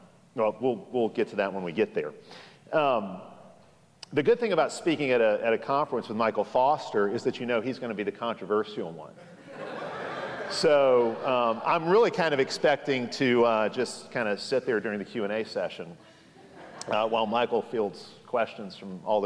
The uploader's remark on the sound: Session 4 of 4 from the Keep Austin Conference, 2022. Hosted by King's Cross Reformed Church in Austin, TX.